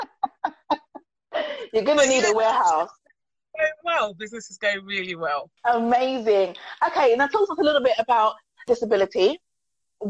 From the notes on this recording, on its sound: This was an Instagram Live conversation now turned podcast episode.